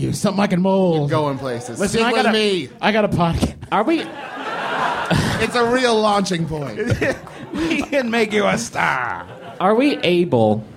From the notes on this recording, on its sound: Live, from MaxFunCon